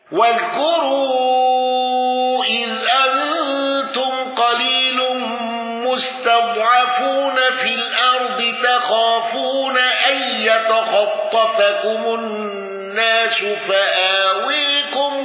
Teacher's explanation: الكسائي بتوسط المنفصل والإمالة واندرج معه خلف العاشر